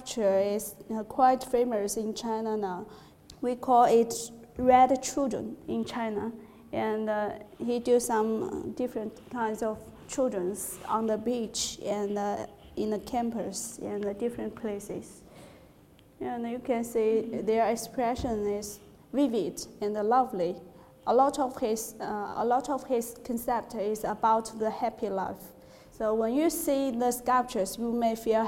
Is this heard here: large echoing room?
yes